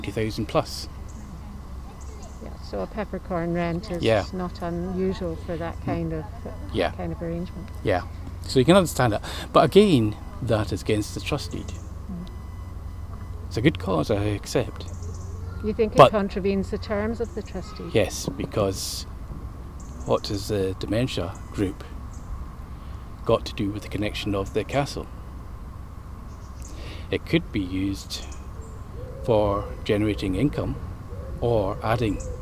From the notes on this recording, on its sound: A walk round the grounds at Lauriston Castle